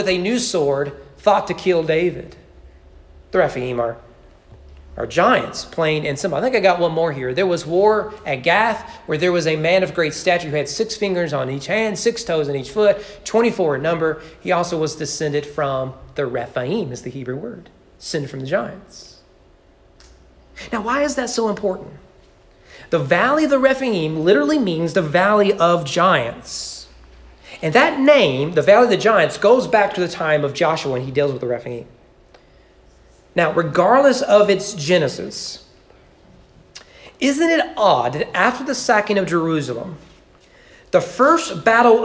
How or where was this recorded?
large echoing room